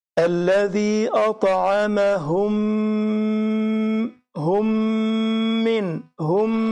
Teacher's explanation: فأنا عندي هنا هو كلمة الميم الساكنة كمان إلى ميجي بعدها ميم، فده اسمه إدغام بغنة، فدخل الميم دي في الميم التانية مع غنة حركتين · Term: إدغام مثلين